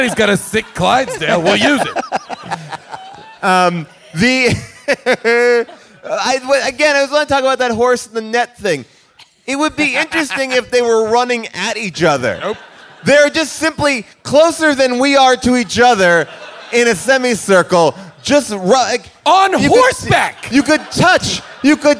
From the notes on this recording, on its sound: Recorded live at Largo in Los Angeles